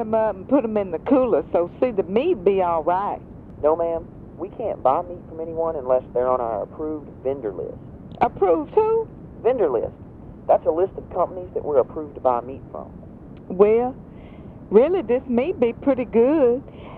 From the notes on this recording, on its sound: Prank Phone Calls.